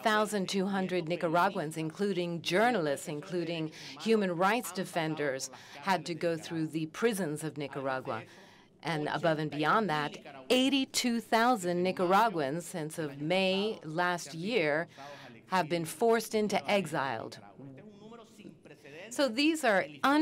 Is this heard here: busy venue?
yes